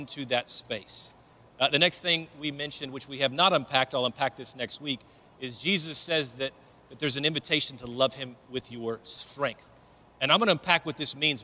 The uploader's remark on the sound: Recorded live at Brookwood Church on 5.14.2023